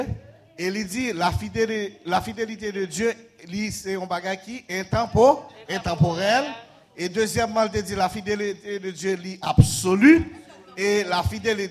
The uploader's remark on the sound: Sunday Service Live